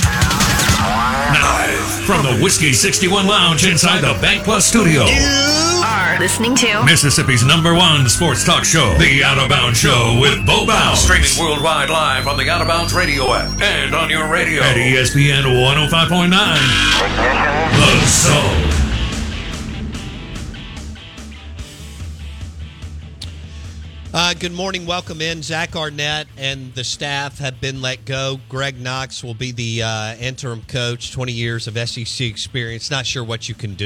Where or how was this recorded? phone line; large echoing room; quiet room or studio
phone line